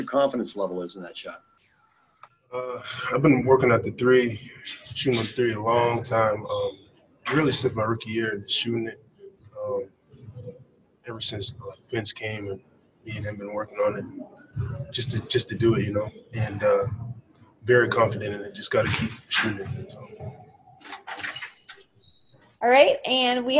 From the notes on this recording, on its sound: spoke to the media via Zoom conference after practice on Saturday in Orlando